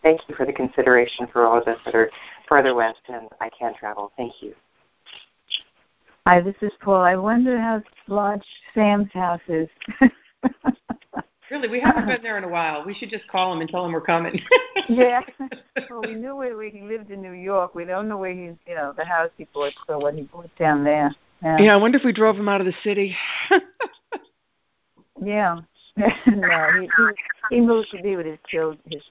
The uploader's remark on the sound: ACIM Daily TEXT Conference Call